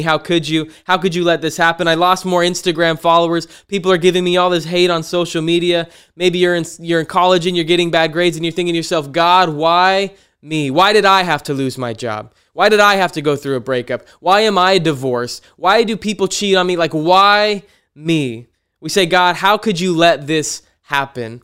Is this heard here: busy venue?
no